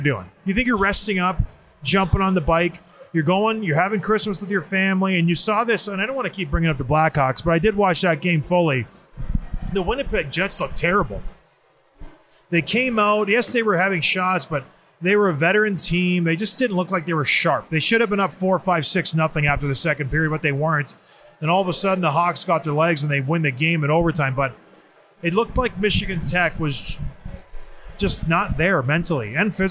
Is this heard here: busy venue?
yes